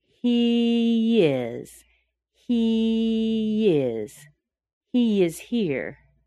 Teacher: So we don't say he is. We connect it with a Y.